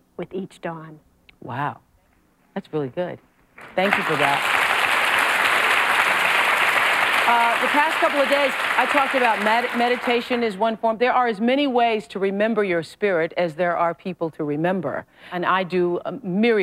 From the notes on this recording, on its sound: We hear from members of the audience who are deep in debt seeking advice.